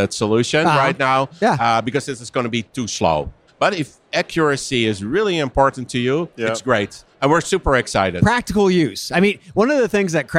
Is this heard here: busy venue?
yes